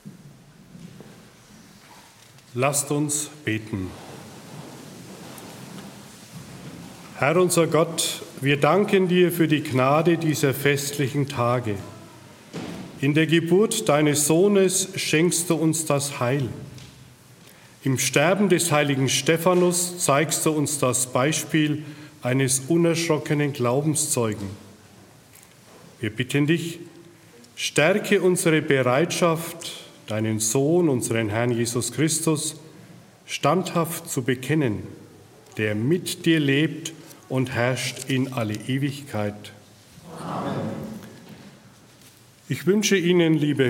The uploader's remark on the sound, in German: Live-Gottesdienst-Übertragung aus der St. Stephanus Kirche in Mindorf.